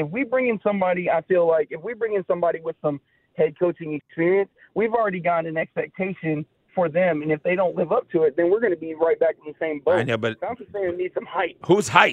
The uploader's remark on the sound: allow listeners to call in and share their thoughts